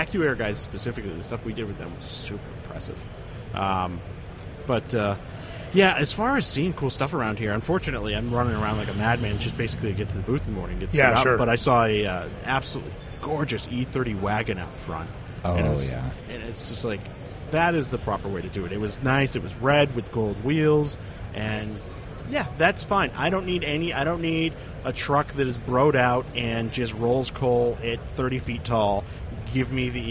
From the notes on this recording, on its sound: SEMA 2016. Live from the SEMA show floor.